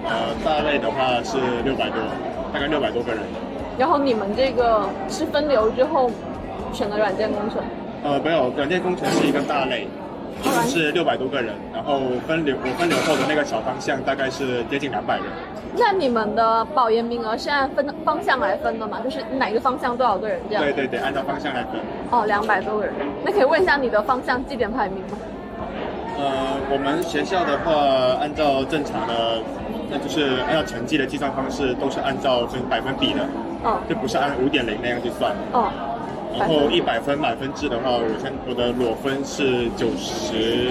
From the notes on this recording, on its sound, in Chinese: 是朋友来学校附近找我吃饭，顺便的聊天录音。环境嘈杂，多多包涵。